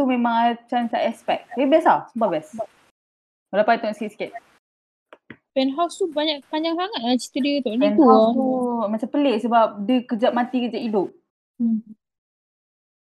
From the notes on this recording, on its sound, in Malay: Kitorg try record guna discord. Harap sound okay okay je la.